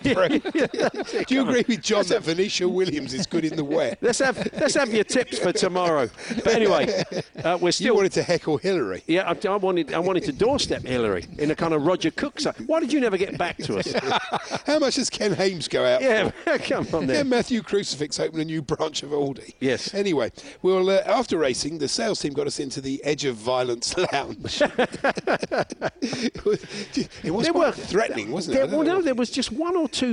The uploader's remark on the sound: live from Cheltenham Festival for day 3 at the races!